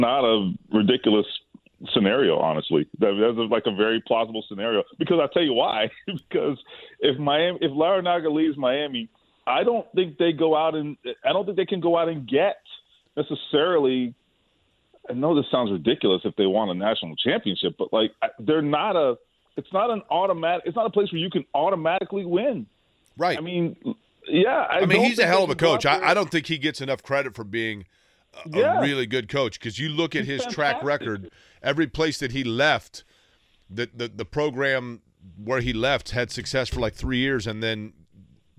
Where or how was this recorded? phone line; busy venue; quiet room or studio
phone line